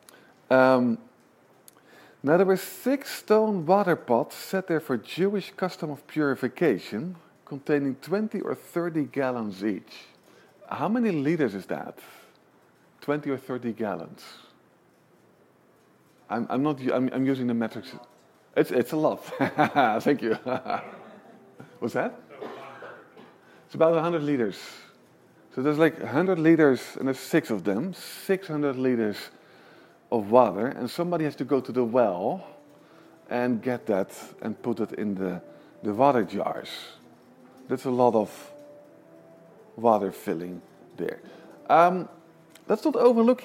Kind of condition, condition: setting, large echoing room